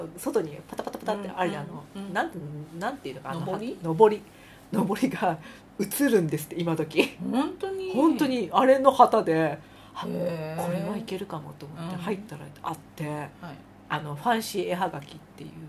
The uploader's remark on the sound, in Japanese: 今回もゲストを求めての自分の家ではないので若干雑音が入りますが許してください。